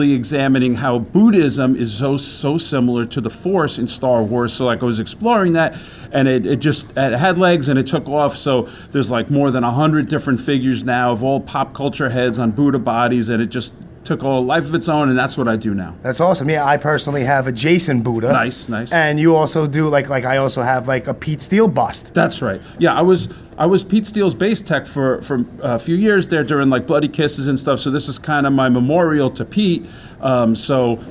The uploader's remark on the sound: Recorded Live on March 3rd 2018 from the New Jersey Horror Convention at the Renaissance Woodbridge Hotel in Woodbridge, New Jersey.